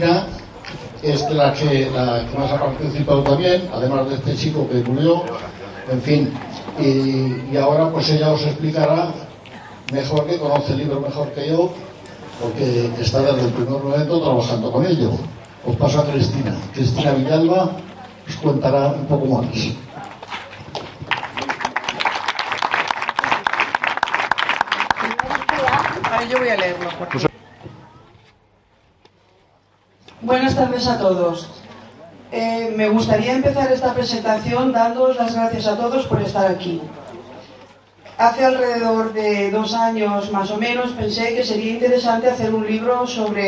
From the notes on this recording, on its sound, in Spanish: Presentación del libro Garcimolina y sus cosas. Audio que recoge lo que se dijo en la presentación del libro.